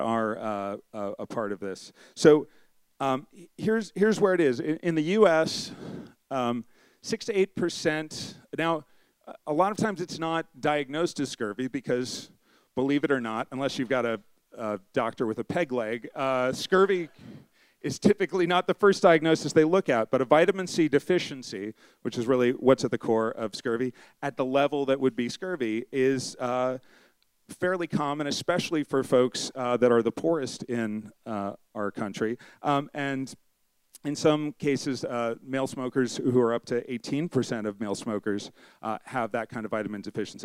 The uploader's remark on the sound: A special night of short talks. As part of The Long Now Foundation's “Conversations at The Interval” Salon Talks. These hour long talks are recorded live at The Interval, our bar, cafe, & museum in San Francisco.